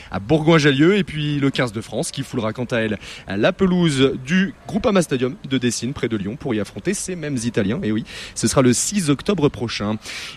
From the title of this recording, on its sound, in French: En direct de la Ligue des Nations de foot pour amputés en Haute-Savoie